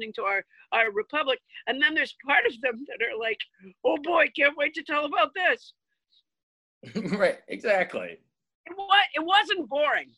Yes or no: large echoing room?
no